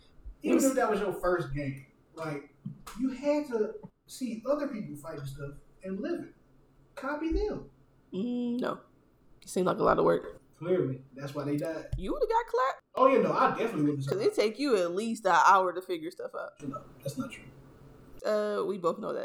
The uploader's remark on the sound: Apologies for the audio this episode.